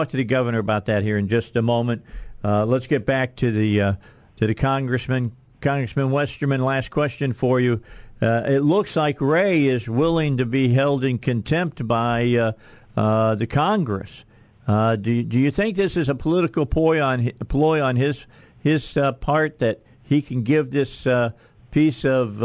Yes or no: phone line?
yes